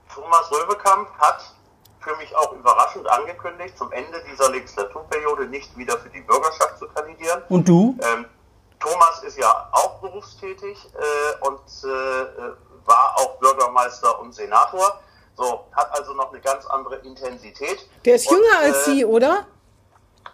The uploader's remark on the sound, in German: "Hinten links im Kaiser Friedrich" findet coronabedingt dieses Mal wieder per Online-Schalte statt. Pandemiebedingt am Telefon.